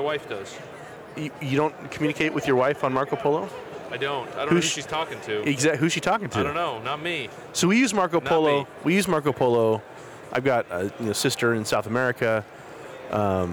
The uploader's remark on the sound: We're here at our second Silicon Slopes event